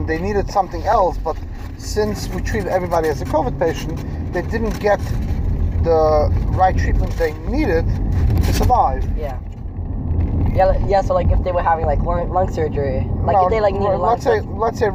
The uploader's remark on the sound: Me and my 15 year old son while driving home or to school.